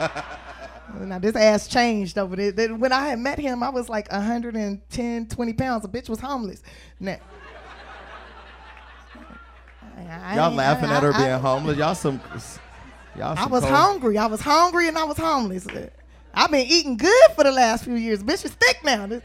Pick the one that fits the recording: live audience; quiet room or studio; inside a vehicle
live audience